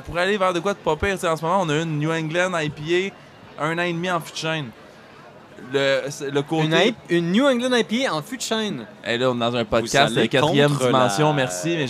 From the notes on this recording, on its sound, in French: lors du Festival des Brasseurs et des Artisans de Québec